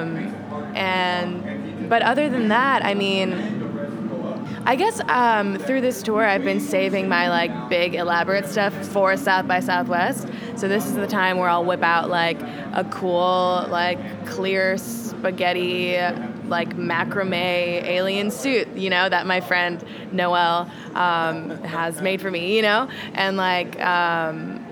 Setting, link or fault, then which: setting, busy venue